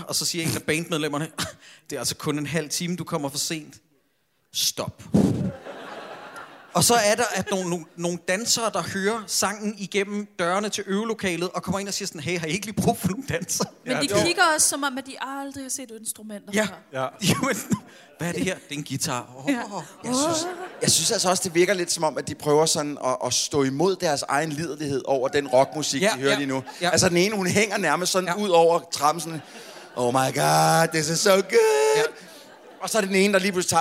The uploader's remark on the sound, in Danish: Vi er LIVE på Bremen